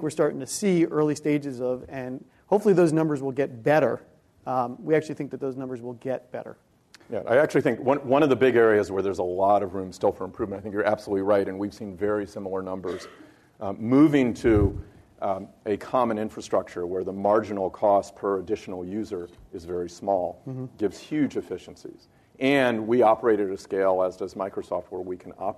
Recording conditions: live audience